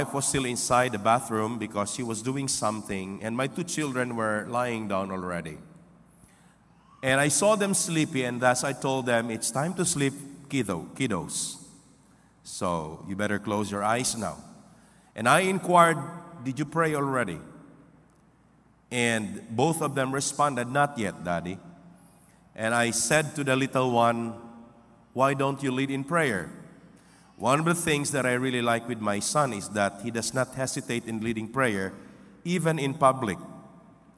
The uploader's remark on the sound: This podcast was recorded live last May 14, 2023 at Zamboanga City Alliance Evangelical Church.